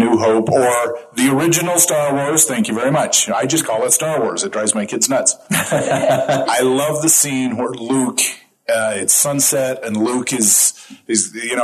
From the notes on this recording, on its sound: Recorded Live at FanX 2023, complete with sound issues and audience participation.